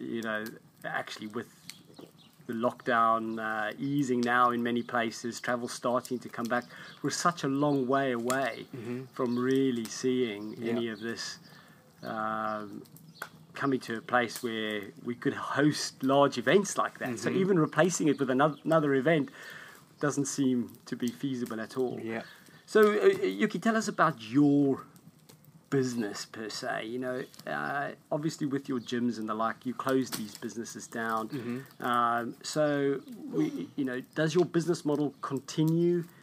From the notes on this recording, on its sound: If you hear any noises in the background that is just the fire crackling!